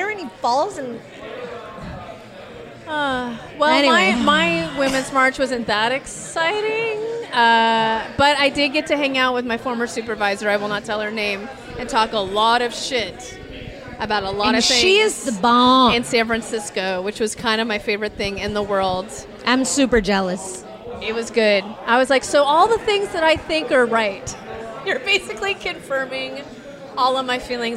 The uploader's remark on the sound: Recorded on location at the 2am Club , one of our favorite (and maybe only?) dive bars in Mill Valley.